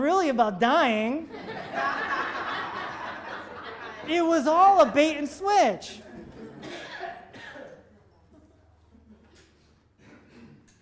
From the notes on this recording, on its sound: This episode is from a live seminar he did in front of 50 people at the BRIDGE Healing & Arts Center in Farmington, CT on May 8th 2019.